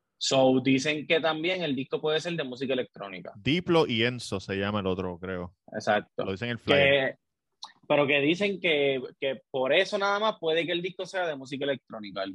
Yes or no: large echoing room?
no